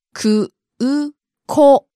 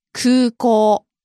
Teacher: It's just easier to say. It's just easier to extend the O than to say an extra U.